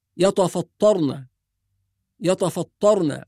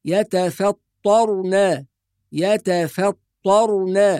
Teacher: فعندي فقط حرف الطاء والراء هي الحروف المفخمة في الكلمة · Shown in: second take · الطاء والراء، وبقية الحروف مرققة ياتفا، هذا التدريب ياتفا ثم